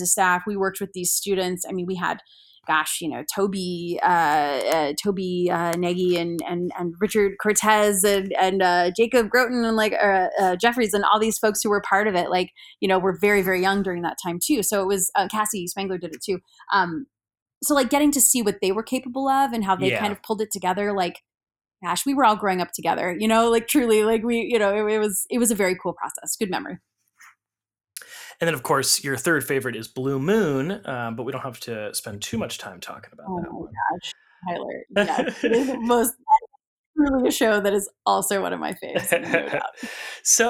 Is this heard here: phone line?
no